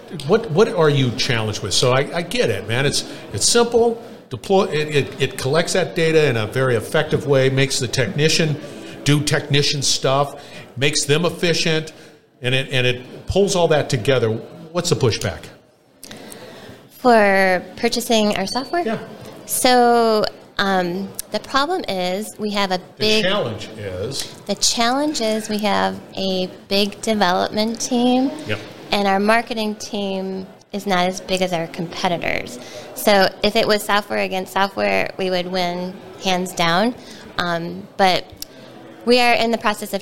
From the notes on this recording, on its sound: we're onsite at the 30th Annual SMRP conference